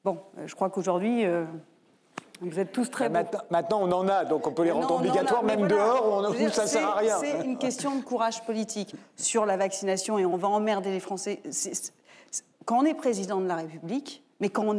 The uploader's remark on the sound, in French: L'émission de RT France en public